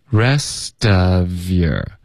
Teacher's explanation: your 我们会再弱读成一个 year